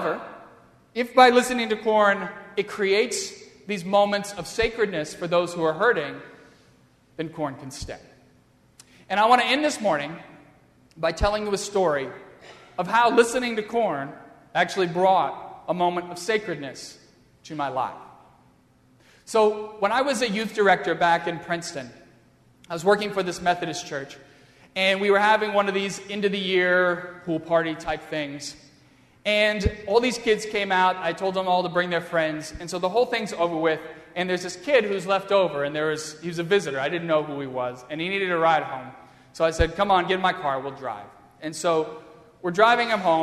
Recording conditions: large echoing room